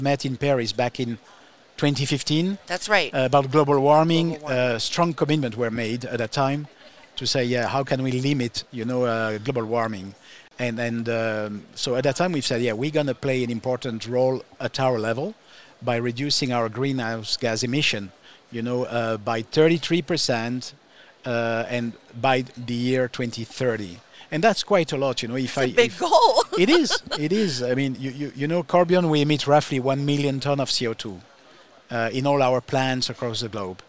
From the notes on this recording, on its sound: live from IBIE.